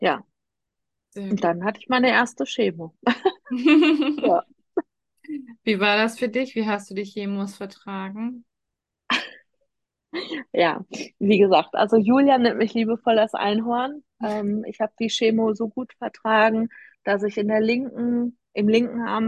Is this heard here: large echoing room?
no